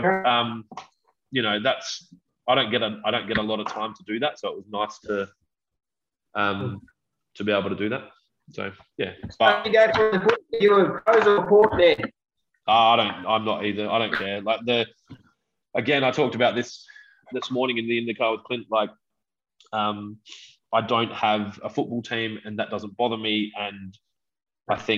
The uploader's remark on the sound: This is the last time we use Zoom for any podcasts! Unfortunately, we experienced a few audio dropouts and the connection wasn't the best.